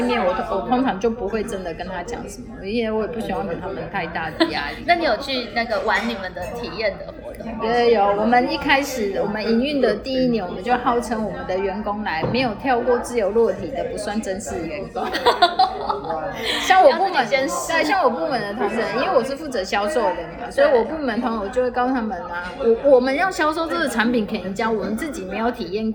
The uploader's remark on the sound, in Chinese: 本集錄音現場環境較為吵雜，但內容精彩難以割捨，因此已盡量作最大降噪的處理